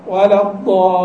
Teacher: في الضاد تجد مخرجها امتد من أدنى، من أول الحافة إلى أدناها · Term: الاستطالة